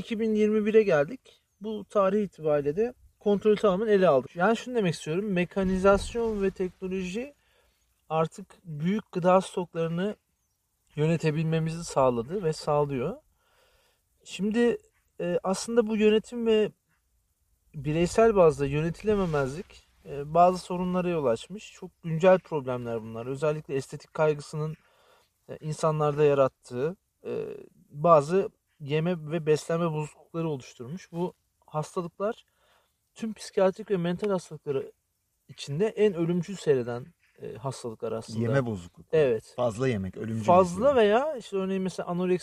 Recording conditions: wind noise